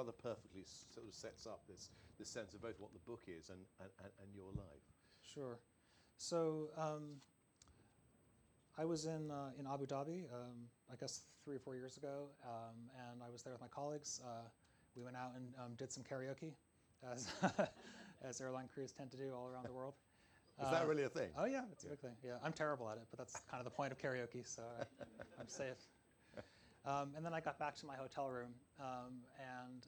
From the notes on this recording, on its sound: In the final talk of the 2022 North Cornwall BooK Festival